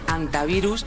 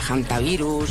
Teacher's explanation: decir antivirus y no aspirarla a hantavirus · Shown in: first take · ni nada similar.